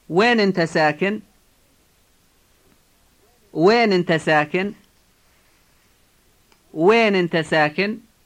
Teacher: this is expressed by beginning the question with where, وين، followed by you, انت، and emphasizing the word انت